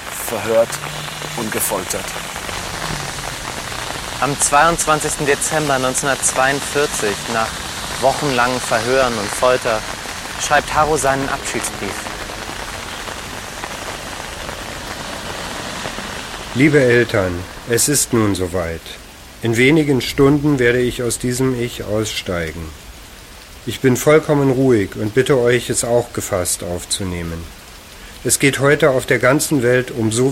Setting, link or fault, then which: setting, outdoors